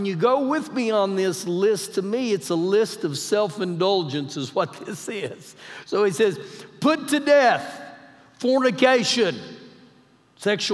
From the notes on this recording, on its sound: Recorded live during our Wednesday night service